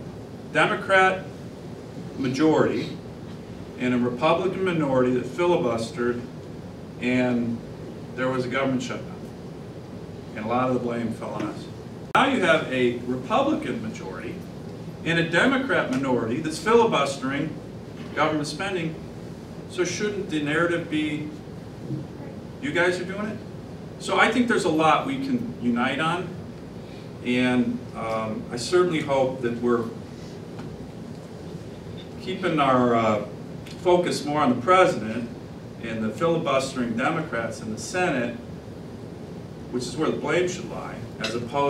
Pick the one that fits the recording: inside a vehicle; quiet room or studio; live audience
live audience